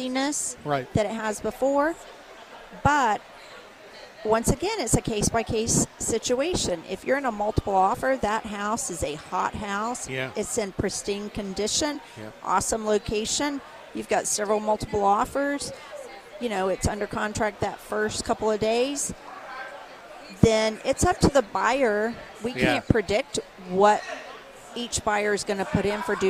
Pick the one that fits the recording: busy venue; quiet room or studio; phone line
busy venue